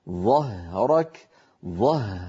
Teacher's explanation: هل رأيتم الهاء كيف أن صوتها ممطوط لأنها حرف رخو؟ رك، هل رأيتم الكاف الشديدة وأن زمانها قصير؟